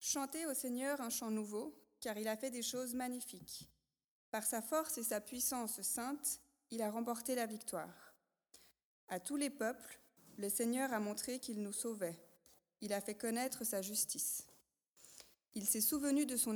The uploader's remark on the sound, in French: Message enregistré lors d'un culte "Jeunesse et Famille"